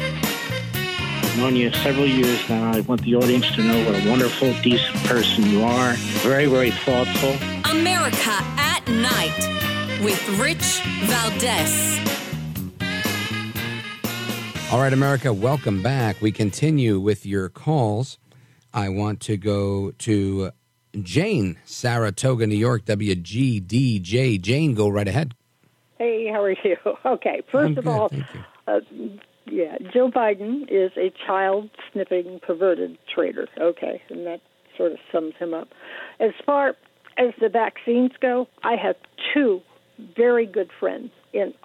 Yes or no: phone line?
yes